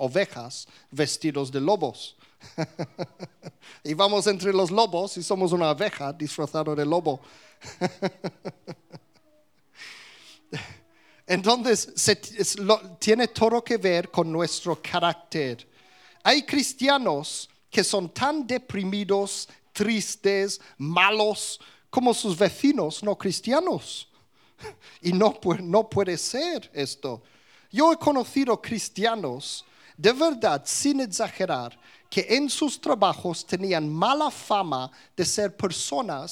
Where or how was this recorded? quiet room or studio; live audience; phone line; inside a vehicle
live audience